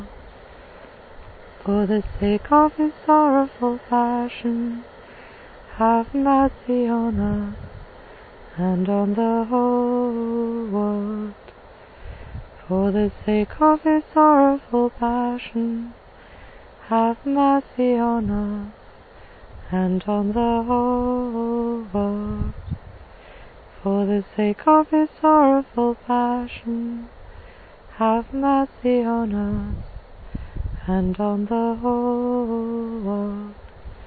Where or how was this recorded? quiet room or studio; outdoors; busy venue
outdoors